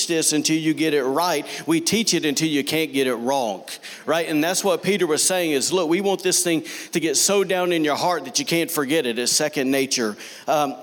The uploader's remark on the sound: recorded on Sunday, June 30, 2019, during service at The Anchor Church in Rockport, Maine.